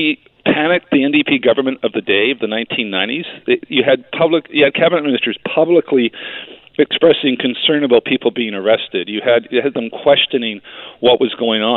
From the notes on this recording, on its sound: Is on the phone because Fairy Creek logging protests are blocking the Victoria legislature!